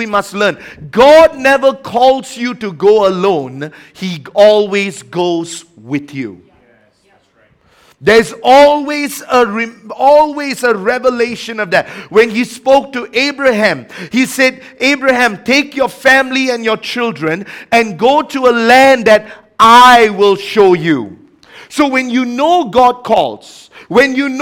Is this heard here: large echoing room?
yes